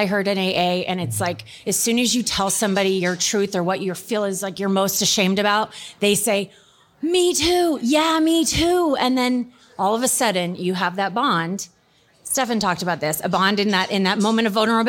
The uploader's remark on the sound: Today's show features a LIVE recording of the I Needed That Podcast at the lululemon store in Scottsdale's Fashion Square Mall. We set up our recording studio at lululemon and it was so much fun!